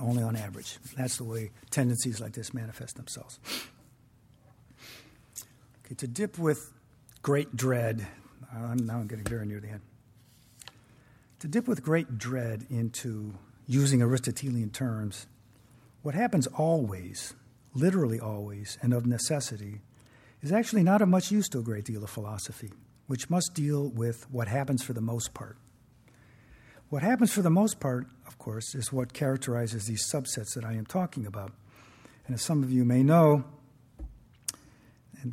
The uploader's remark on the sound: Recording of a lecture delivered on October 27, 2017. As part of the Formal Lecture Series.